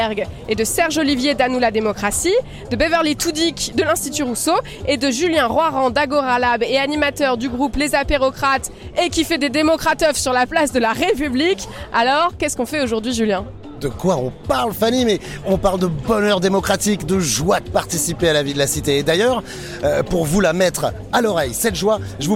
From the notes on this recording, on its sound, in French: Un numéro spécial en partie enregistré lors de la #DémocraTeuf du 16 septembre 2023 sur la place de la République.